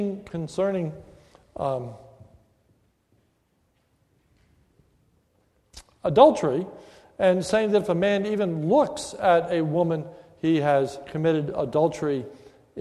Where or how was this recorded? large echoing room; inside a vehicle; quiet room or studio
large echoing room